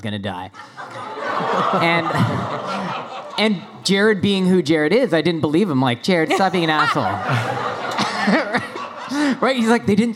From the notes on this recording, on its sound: Recorded at RI Comic-Con 2021